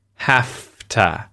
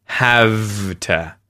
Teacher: we contract this with to, and the V sound in have becomes an F sound · Shown in: first take · So, you're going to hear hafta instead of havta.